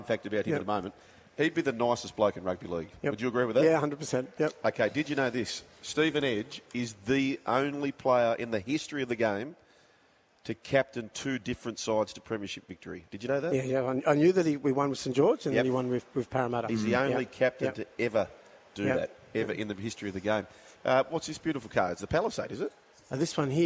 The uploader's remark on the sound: Live From The Dealership